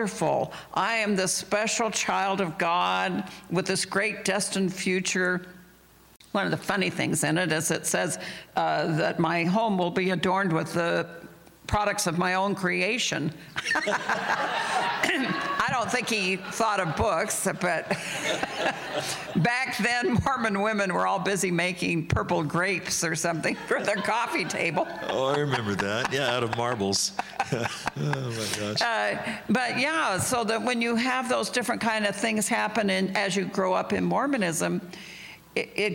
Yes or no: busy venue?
yes